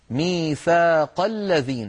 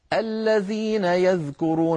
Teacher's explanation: همزة الذين لم تنطق لأن قبلها كلام · Term: همزة الوصل